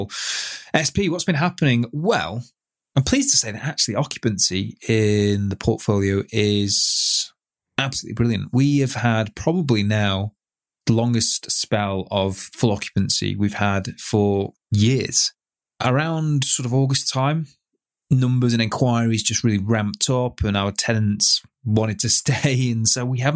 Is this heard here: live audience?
no